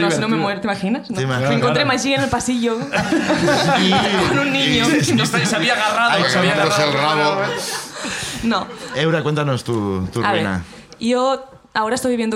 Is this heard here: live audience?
yes